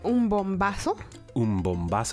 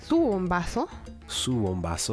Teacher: the easiest way to show the hard B in Spanish is to put the B sound or the V sound, whichever one, after a letter M · Shown in: first take